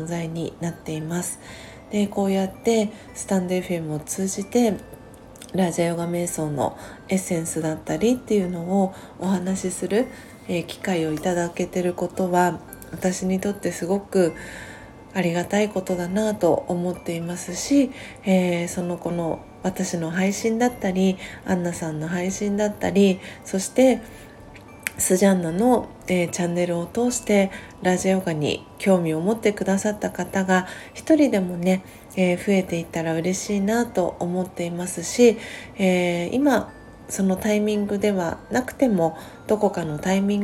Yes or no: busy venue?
no